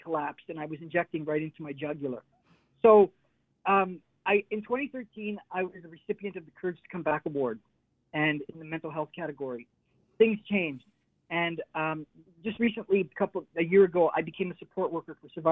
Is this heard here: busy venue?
no